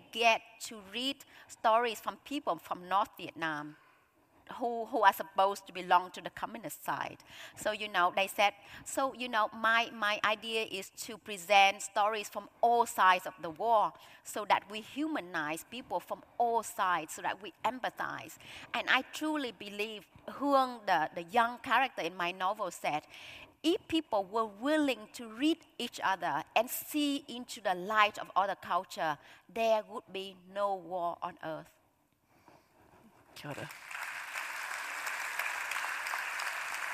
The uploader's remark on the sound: this highlight of the 2023 Auckland Writers Festival